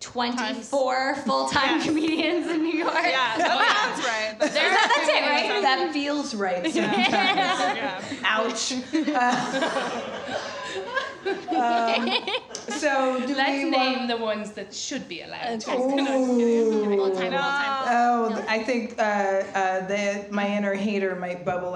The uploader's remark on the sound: Recorded Live at Diverse as F*ck Fest.